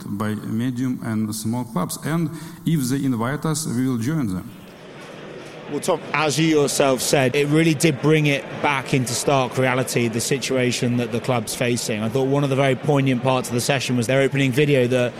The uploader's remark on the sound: On the floor at SportsPro Live 2023. This week SportsPro took over the Kia Ova to stage SportsPro Live 2023. Capture the sights and sounds of the two-day event in London.